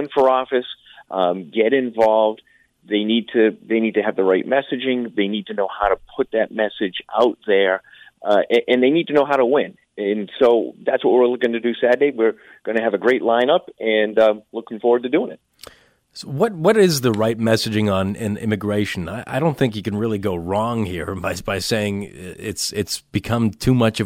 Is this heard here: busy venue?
no